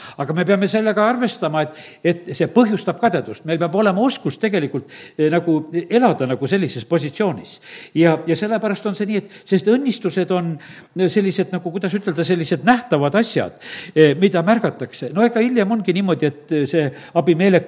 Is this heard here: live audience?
yes